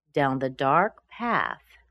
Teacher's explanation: Down doesn't get a lot of stress. And the doesn't get stressed